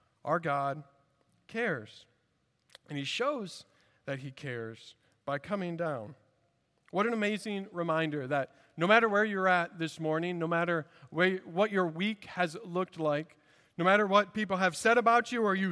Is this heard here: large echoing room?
yes